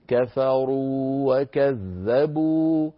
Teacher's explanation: إذن خلاصة الكلام لما نقرأ قوله تعالى والذين كفروا وكذبوا نمد واو كفروا مدا طبيعيا بمقدار حركتين ولا ندغم